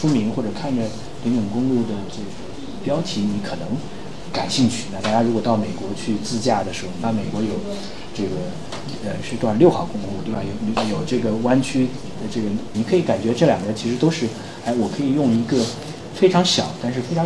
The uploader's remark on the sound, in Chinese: 由于分享会现场录制，本期节目部份段落音质欠佳